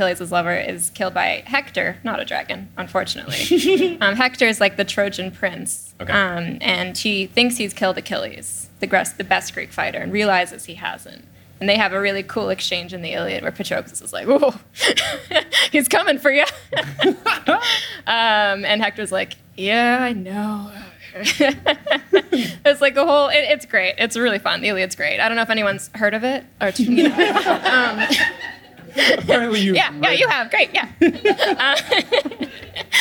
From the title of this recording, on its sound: LIVE in Hartford!